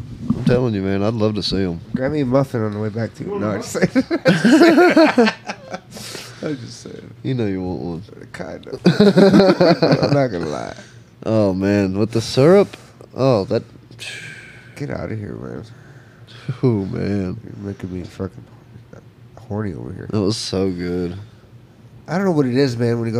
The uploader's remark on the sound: Live at The Paw Paw Patch!